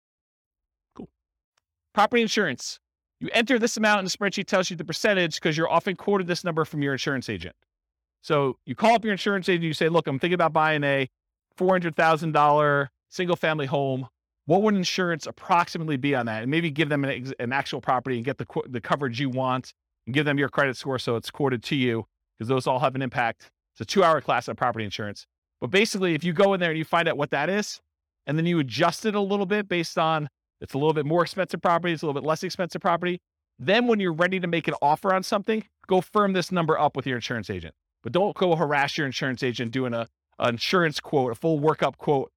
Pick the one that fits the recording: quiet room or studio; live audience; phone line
live audience